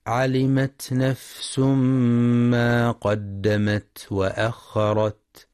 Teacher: وفي كلمة نفس من قوله تعالى علمت نفس ما قدمت وأخرت، ينتبه القارئ لهمس الفاء والسين ولترقيق النون، فلا يقرأ نفس بالتفخيم.